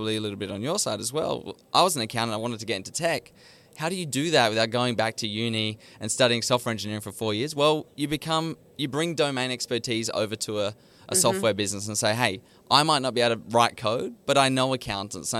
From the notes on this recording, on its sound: Live from Accountex 2023. At Accountex Australia!